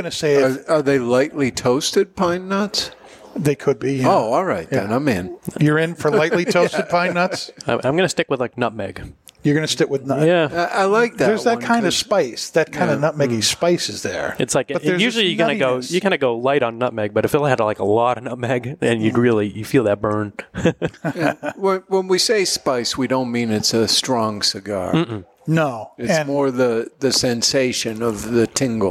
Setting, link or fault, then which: setting, busy venue